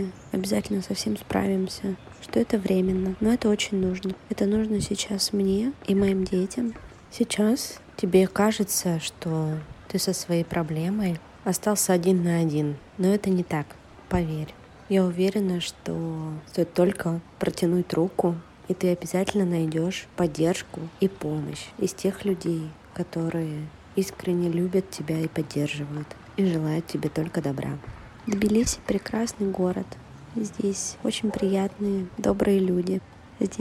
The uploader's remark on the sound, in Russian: Это сообщение для тебя я записала, прогуливаясь по теплому Тбилиси. Голосовое сообщение.